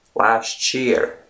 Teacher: It's as if there's a TCH sound in between